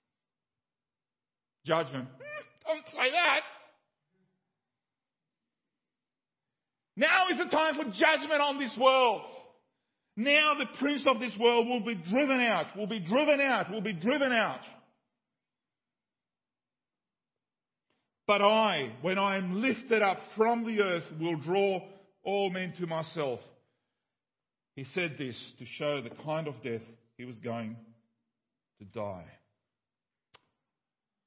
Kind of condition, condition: setting, large echoing room